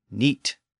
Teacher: But the Middle English scribes gave the word its modern GH, and it became N-I-G-H-T. But over time, that fricative sound disappeared, and the word became neat. And thanks to the great vowel shift around the year 1500, neat became night.